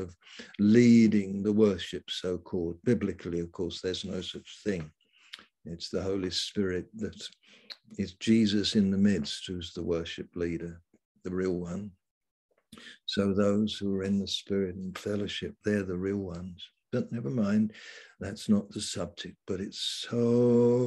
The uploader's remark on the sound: Malaysia Meets (Zoom)